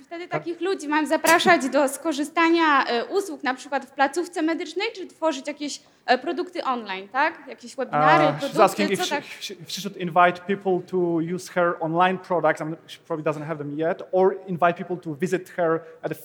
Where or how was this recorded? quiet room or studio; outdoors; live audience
live audience